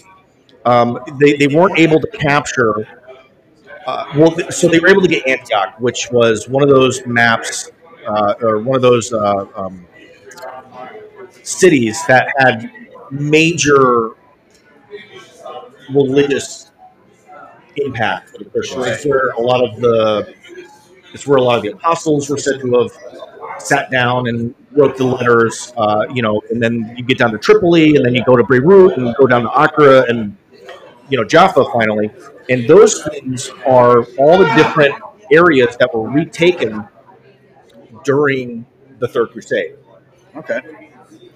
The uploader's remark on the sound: History Happy Hour Live at The Pub